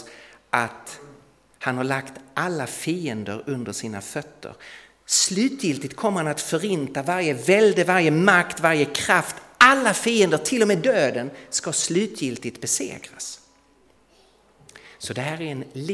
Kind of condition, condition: setting, large echoing room